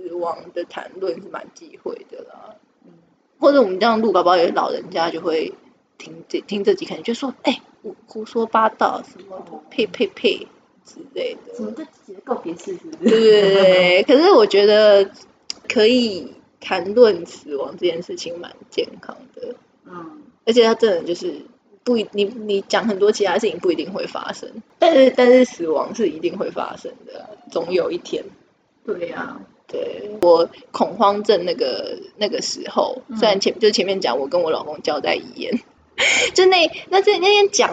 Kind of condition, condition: fault, poor sound quality